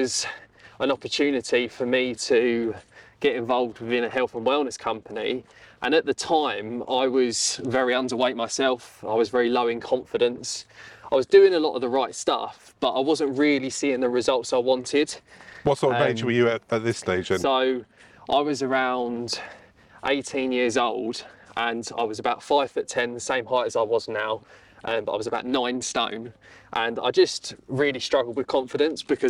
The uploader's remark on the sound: Recorded at Mote Park, Maidstone, Kent